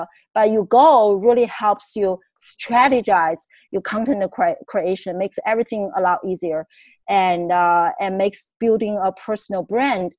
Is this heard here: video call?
yes